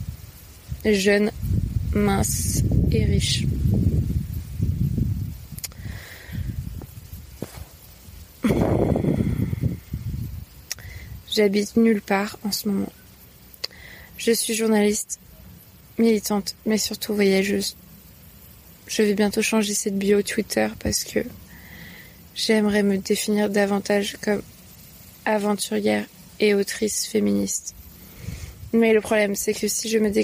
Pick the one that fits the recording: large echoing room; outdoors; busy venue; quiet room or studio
outdoors